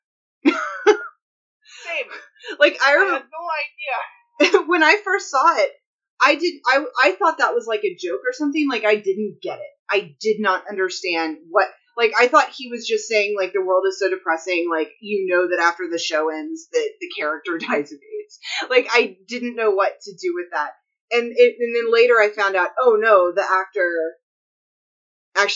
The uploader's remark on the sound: The audio on this one isn't great